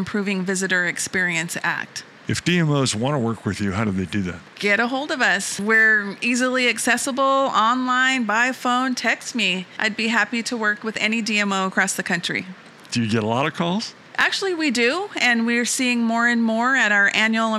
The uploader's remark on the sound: Live From IPW